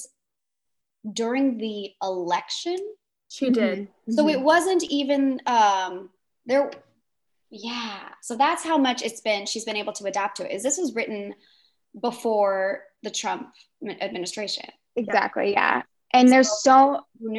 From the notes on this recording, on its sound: Joined me for a 1am zoom call and we had such a good time that I didn't want to edit it up. Instead I am bringing you the complete, uncut interview with myself and the cast.